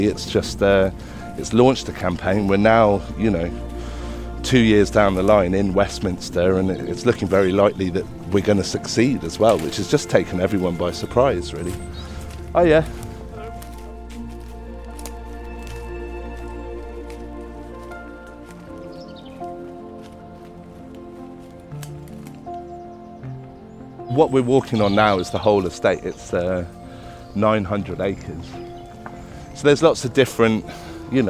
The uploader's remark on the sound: In A Life More Wild we walk and talk in the countryside with fascinating people.